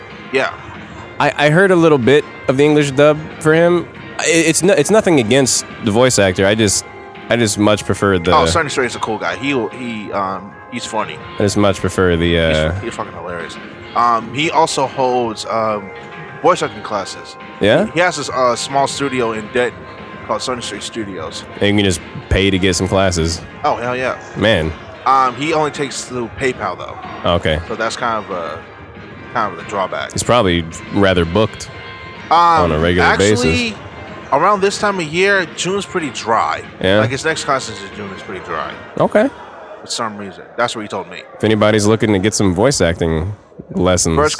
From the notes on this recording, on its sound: Recording live from Dream Con 2019 in Waco Texas. We interviewed a fan and vender at Dream Con.